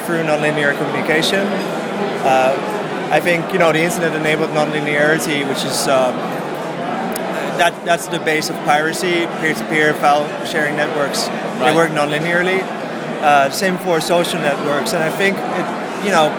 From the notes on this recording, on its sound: at Midem Speakers dinner at InterContinental Carlton Cannes